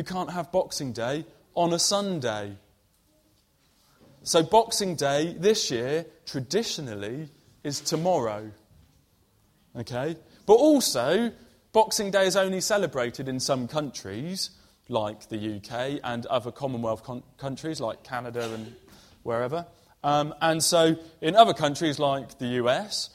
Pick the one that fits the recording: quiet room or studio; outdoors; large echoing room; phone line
large echoing room